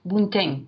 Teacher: at the end of phrases, there is a tendency for them to nasalize that final ng